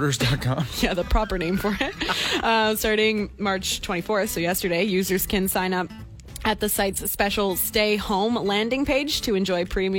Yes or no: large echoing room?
no